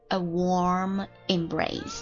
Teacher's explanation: warm，你看它以么么么结尾之后，后面这个 embrace 以元音开头 embrace，所以 warm embrace 自然就连在一起了 · Term: 连读